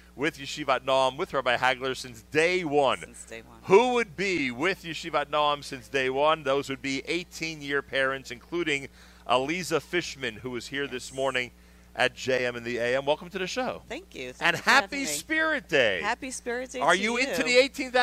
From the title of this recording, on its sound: Live from Yeshivat Noam Yom Ruach